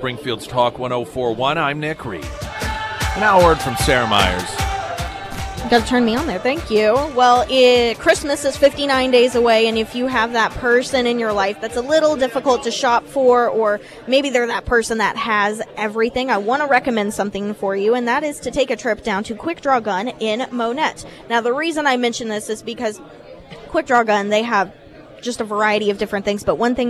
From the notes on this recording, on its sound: live at Scramblers Diner for the KSGF Heroes Veterans Breakfast